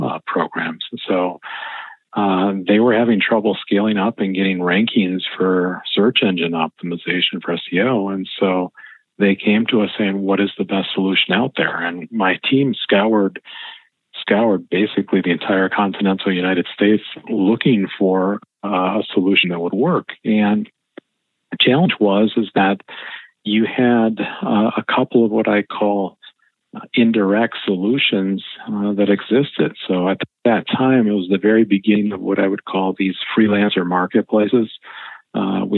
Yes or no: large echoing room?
no